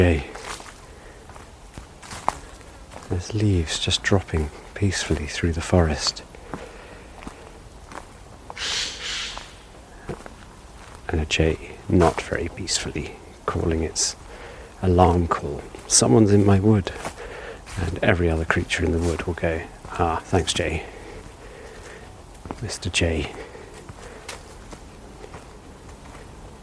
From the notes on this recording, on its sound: a wander through a forest in the Ardennes region of north-east France